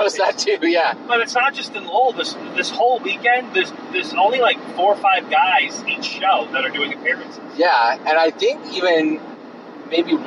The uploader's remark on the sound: The show as recorded in two parts, on the road down and back from the show.